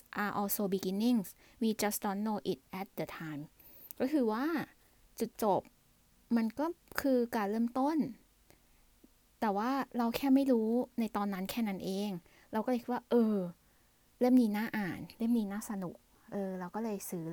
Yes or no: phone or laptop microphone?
yes